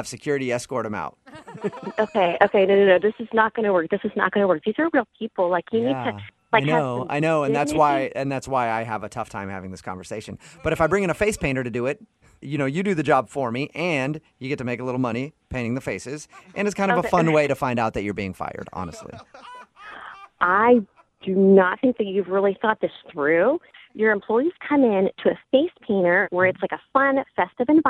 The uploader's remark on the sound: Phone Tap